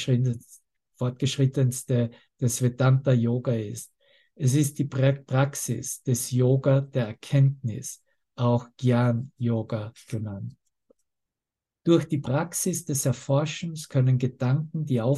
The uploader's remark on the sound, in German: Zoom-Session. Veranstaltet von der Aleph Akademie.